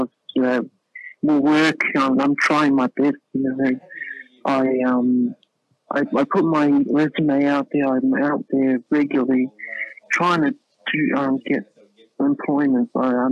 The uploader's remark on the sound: epic 6-hour marathon 2019 New Year's Eve call-in show